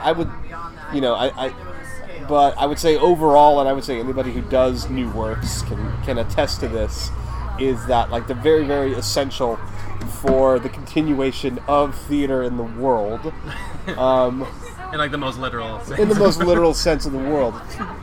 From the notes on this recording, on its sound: at Original Chop Shop for lemonades and technical difficulties